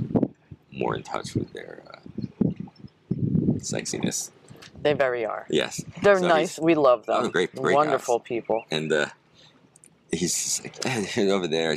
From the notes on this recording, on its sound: A Podcast On The Boat In The Bay, We're Floating! We apologize for any wind noise as we are on…our paddleboat!